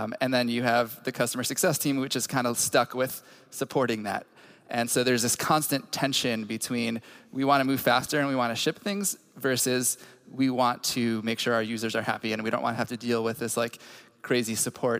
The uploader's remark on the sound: At the Boston stop of the Inside Intercom World Tour.